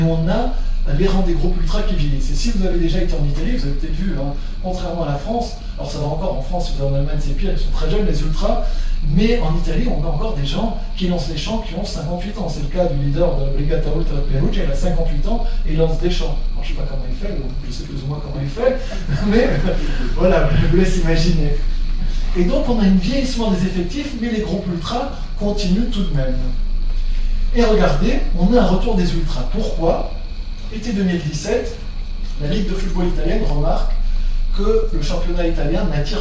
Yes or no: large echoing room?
yes